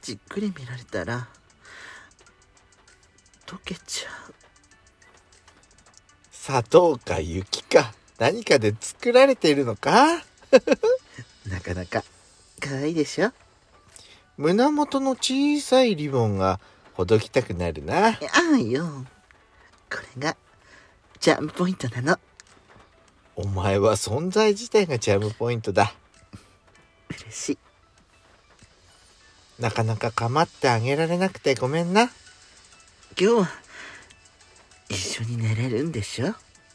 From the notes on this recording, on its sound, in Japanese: パーキング収録